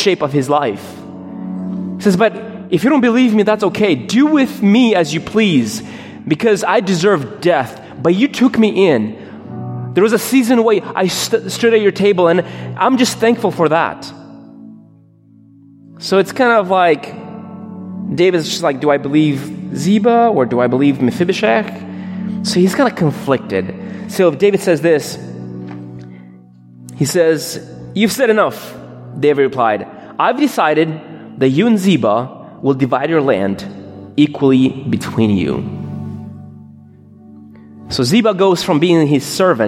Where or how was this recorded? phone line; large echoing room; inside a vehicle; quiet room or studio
large echoing room